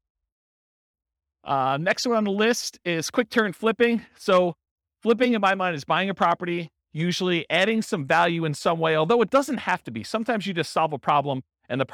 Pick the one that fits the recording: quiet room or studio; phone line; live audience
live audience